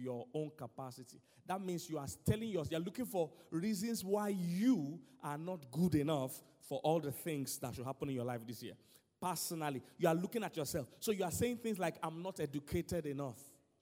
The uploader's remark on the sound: Sermon: GAINING MOMENTUM 2019 CONFERENCE Island- Day 1